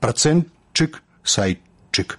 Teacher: гук «т» павінен зліцца з наступным «ш» у гук «ч». Але ж далей ідзе яшчэ адзін гук «ч», то як «працэнтчык», «сайтчык».